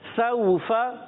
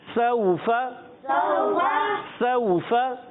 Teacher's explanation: वाउलीन को नरमी से पढ़ना है खींचना नहीं है और फा पर जबर है हरकत को बगैर खींचे बगैर झटका